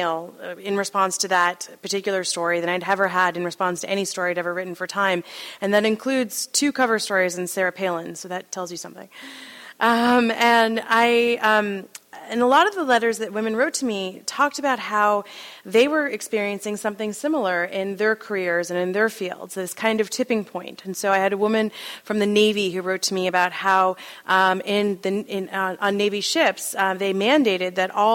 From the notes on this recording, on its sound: at Town Hall Seattle